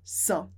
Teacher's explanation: Aqui é importante a liaison com a palavra sans. Porque normalmente a gente fala sans, sem pronunciar o S.